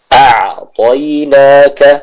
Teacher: kita berikan suara yang mengalir dari huruf Ain yang sukun tersebut